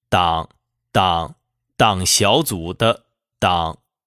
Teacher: 比如党小组当中的党就由二一四变为了二一一，党，党党小组的党。其实呢，大家可以感受一下，就是二一一的调值了。第二个字小，则变为了接近三五的调值。大家可以感受一下，党小组。最后一个字组依然是二一四。这是三个掌声相连，第一种情况，即单双格式的词语。那么第二种情况是三个赏声相连，双单格式的词语。双单格式即为前两个字可以组成一个词语，加上最后一个字又可以组成新的词语。比如选举法，前面两个字选举可以组成一个词语，加上最后一个字法又可以组成一个新的词语。再比如，“保守党”这个词，保守两个字组成 · 第一个字由二一四。变成了二一一 · Term: 三个上声相连